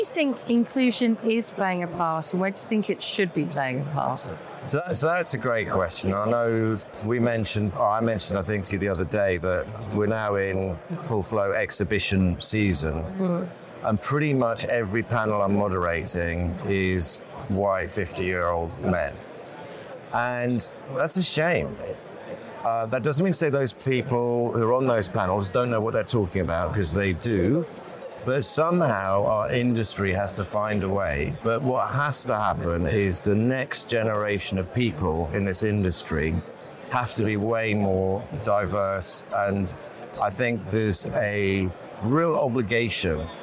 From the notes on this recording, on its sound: live from the FIX Trading Community EMEA Trading Conference